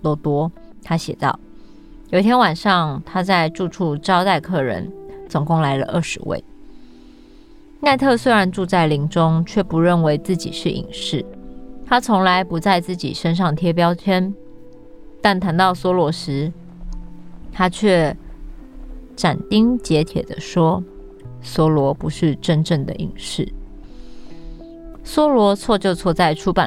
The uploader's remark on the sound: Short forest ambience, birds, distant river, Cat Tien National Park, Vietnam